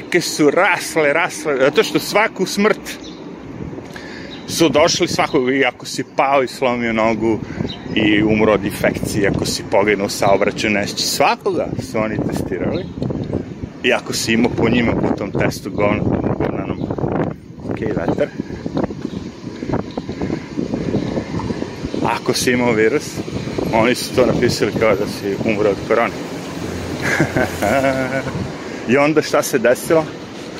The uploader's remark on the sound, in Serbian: Šetnja Centralnim Parkom. Prelazak sa istočne na zapadnu stranu Njujorka kroz park. Jedna od najgorih stvari u Njujorku su sirene ambulanti, policije i vatrogasaca.